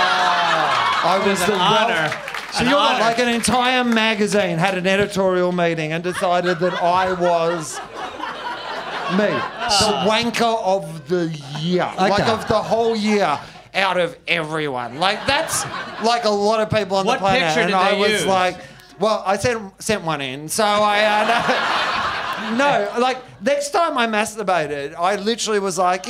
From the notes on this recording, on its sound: Recorded at Basement Comedy Club on Exhibition St, Melbourne. Recorded at Basement Comedy Club on Exhibition St, Melbourne.